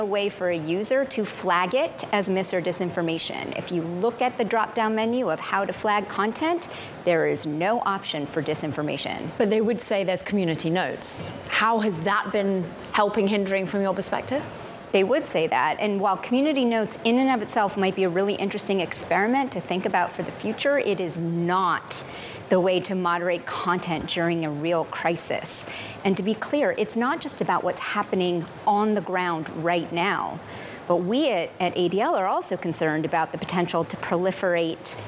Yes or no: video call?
no